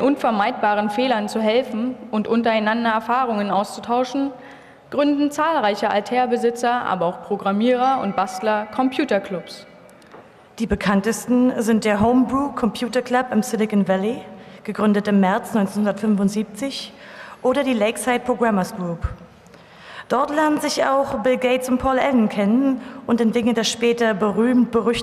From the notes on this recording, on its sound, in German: Live-Performance der Hörspielwerkstatt der Humboldt-Universität Berlin in deutscher und englischer Sprache.